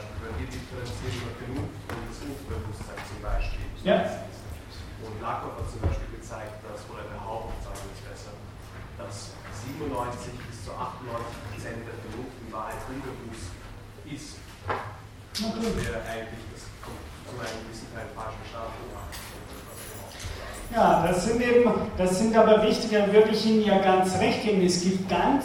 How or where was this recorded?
large echoing room